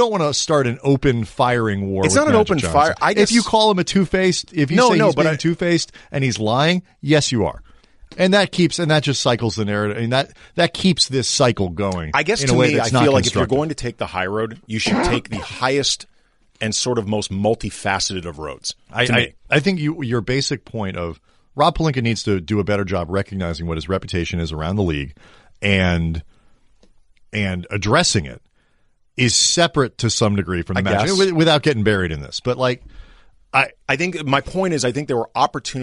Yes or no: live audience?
no